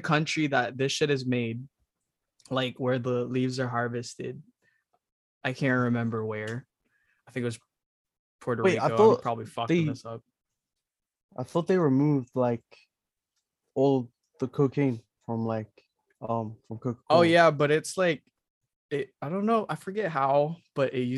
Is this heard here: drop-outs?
yes